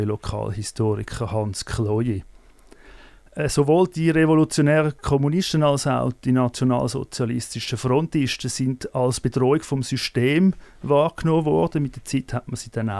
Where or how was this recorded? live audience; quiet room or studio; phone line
quiet room or studio